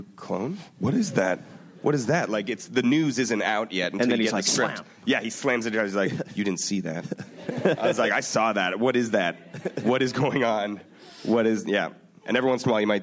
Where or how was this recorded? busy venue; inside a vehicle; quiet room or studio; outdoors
busy venue